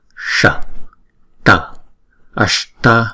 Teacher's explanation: Chữ S và chữ T có dấu nặng nè. Thì chúng ta sẽ cong lưỡi lại và chúng ta búng ra.